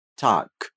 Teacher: o G também vai ser algo que a gente faz mais forte, k, como se fosse um som de K.